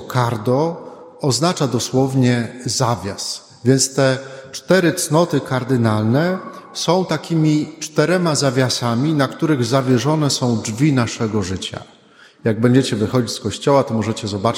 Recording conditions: large echoing room